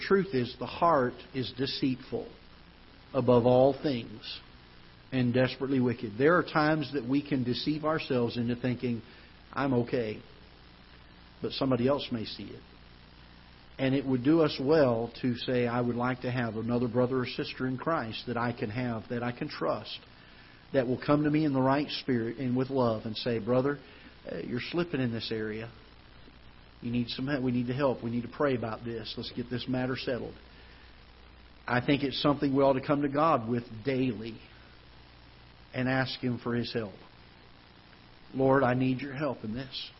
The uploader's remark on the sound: Ketha Heights Baptist Church ~ Live Broadcast